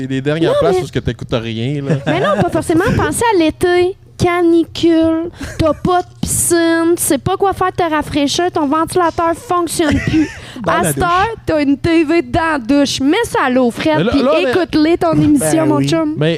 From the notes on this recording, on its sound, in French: Un merci particulier au Le Paramount et Gabitibi pour m'avoir permis une seconde fois d'enregistrer un Podcast dans leur établissement!